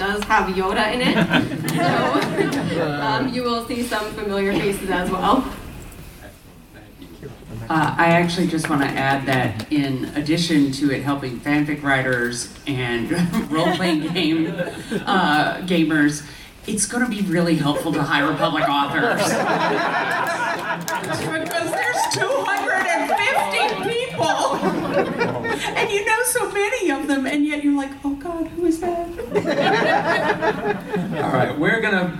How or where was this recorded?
live audience